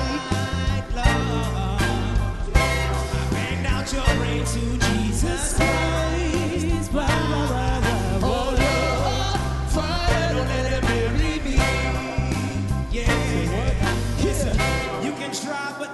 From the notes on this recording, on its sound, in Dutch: Een speciale uitzending live vanuit Het Concertgebouw.